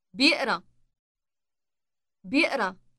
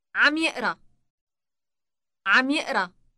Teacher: Note that the initial B sound is dropped. · Shown in: second take